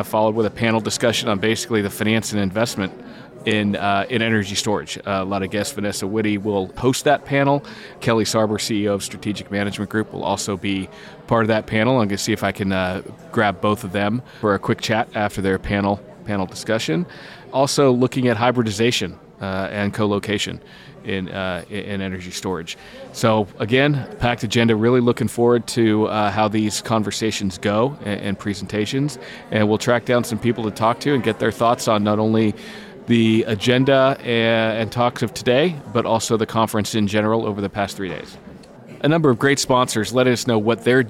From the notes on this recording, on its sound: Live At The Solar & Energy Storage Summit. Was live in San Diego, bringing you highlights from each day of the conference.